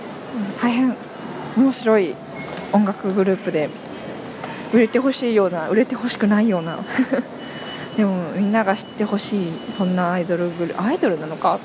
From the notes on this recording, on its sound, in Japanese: 久しぶりのお外での録音です！